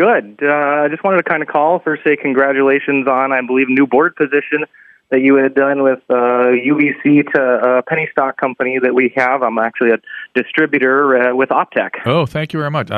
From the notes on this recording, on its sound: opens up the phone lines and chats with callers